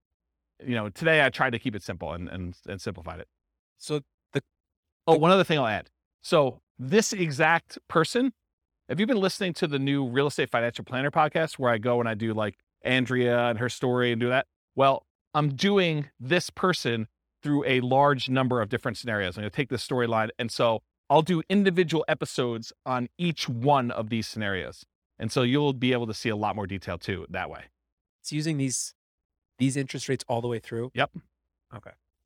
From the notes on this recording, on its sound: This was a live class recorded.